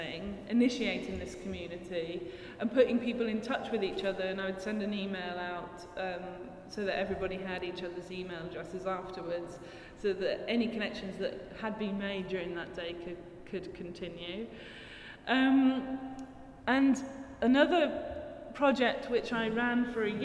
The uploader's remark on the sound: at Talbot Rice Gallery as part of Edinburgh Art Festival